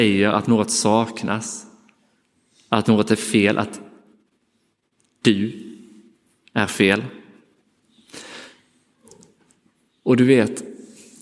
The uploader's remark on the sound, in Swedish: Inspelad i Roseniuskyrkan den 28 maj 2023.